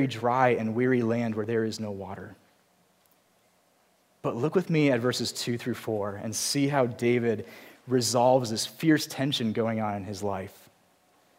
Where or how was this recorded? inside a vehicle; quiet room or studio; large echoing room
large echoing room